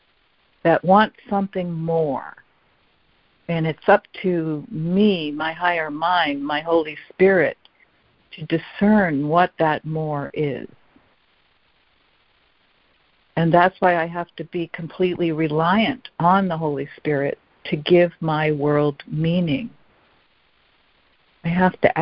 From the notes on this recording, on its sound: ACIM Daily Conference Call